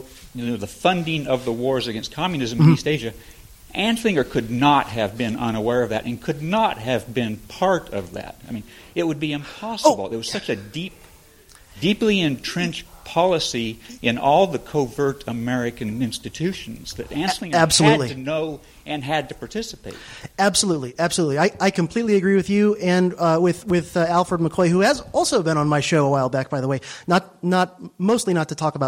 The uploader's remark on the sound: At the 2019 Midwest Peace & Liberty Fest in Delton, Mich.